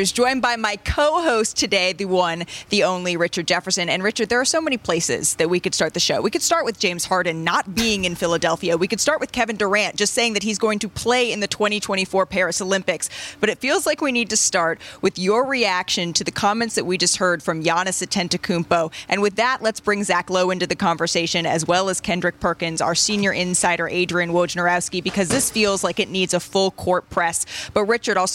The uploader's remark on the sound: We're live from NBA Media Day!